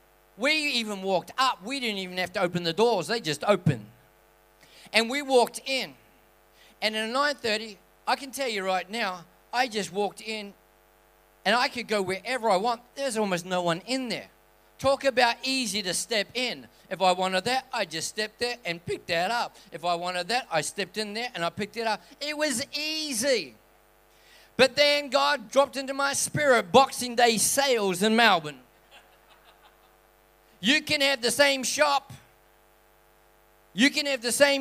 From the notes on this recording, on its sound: This message was recorded on 01/02/2020 at River Edge Church.